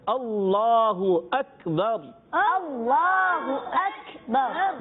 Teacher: اکبر کو اکبار پڑھیں گے تو بھی بڑی غلطی ہو جائے گی